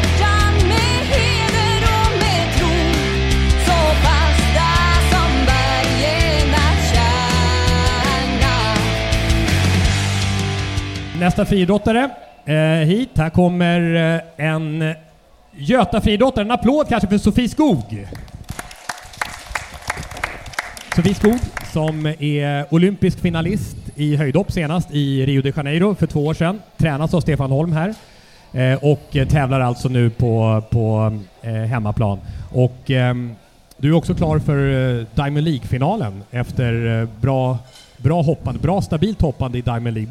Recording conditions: live audience